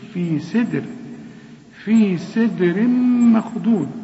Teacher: الدال هنا لازم نقلقلها، والسين في آخر درجات الترقيق، في سي، شوف في سدر، في سدر مخضود، هنا تنوين سدر، التنوين اللي بعده ميم إدغام كامل بغن.